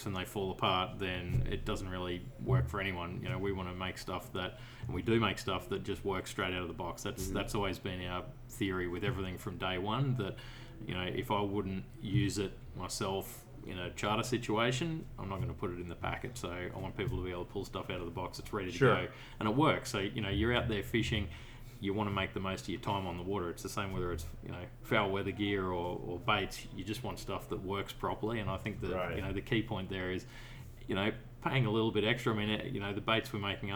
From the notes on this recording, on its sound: An outdoor writers fishing event in Venice, Louisiana. This was a live "on location" podcast.